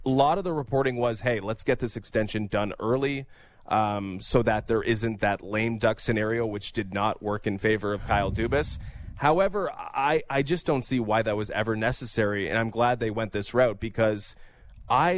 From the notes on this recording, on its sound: We’re live from the 14th annual Joe Carter Classic Golf Tournament at Glen Abbey Golf Club!